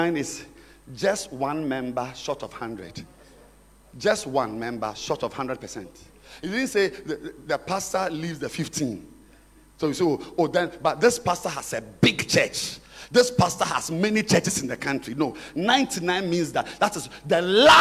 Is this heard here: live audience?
yes